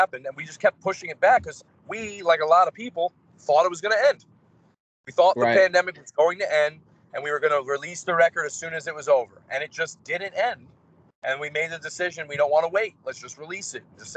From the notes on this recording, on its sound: while he was driving back home with a friend